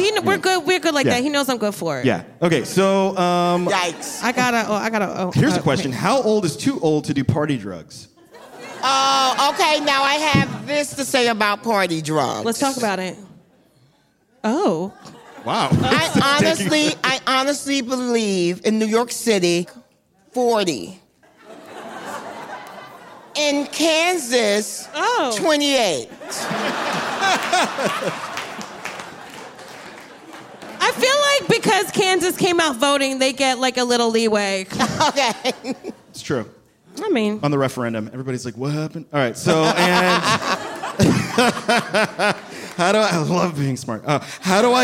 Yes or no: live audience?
yes